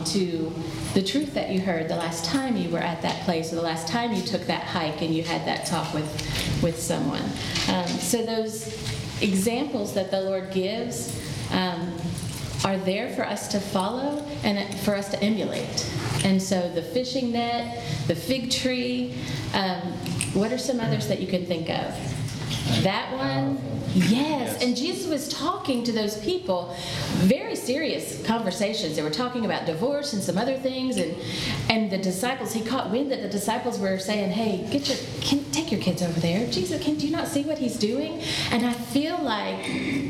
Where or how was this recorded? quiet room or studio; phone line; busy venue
busy venue